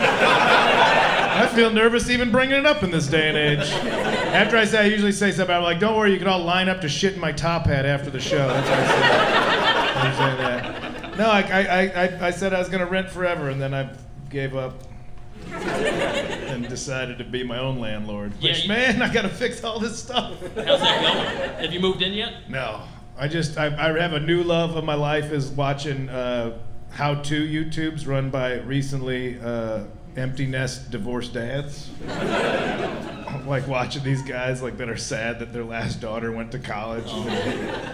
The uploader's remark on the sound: Live from Milwaukee. At The Milwaukee Comedy Festival.